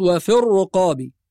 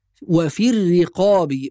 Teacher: نحقق الكسرة ونرقق الراء · Shown in: second take · Term: راء مرققة